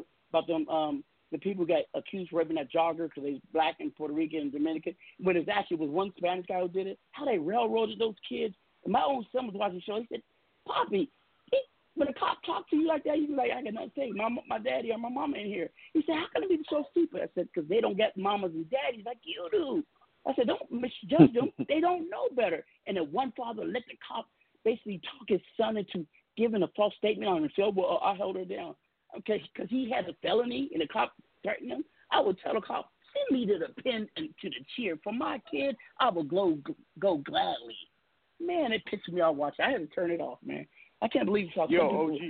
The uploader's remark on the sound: We have invited various people to call